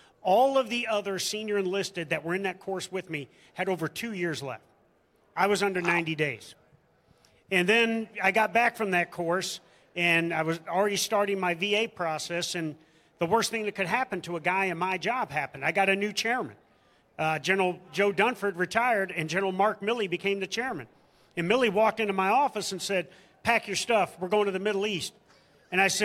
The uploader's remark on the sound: Live from MIC 2023